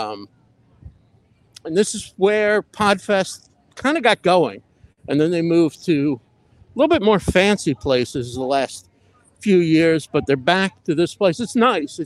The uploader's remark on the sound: Live from Podfest 2024. Going live on my first walk around Podfest. This year I give a brief tour of the grounds before heading inside. Livestreamed and recorded with StreamYard.